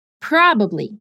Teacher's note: The stress is in the first syllable.